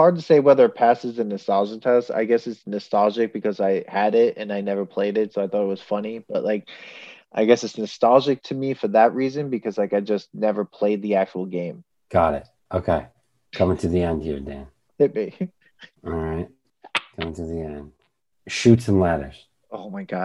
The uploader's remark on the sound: We recorded this on February 15th, 2021, on Zoom so there are some small sound discrepancies